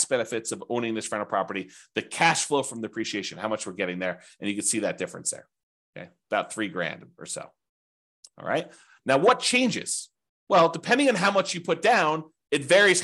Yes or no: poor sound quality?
no